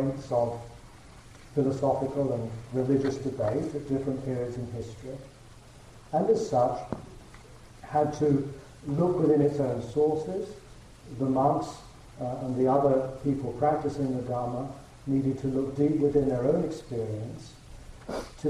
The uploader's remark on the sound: The quality of the recording of this talk may be improved after 11/15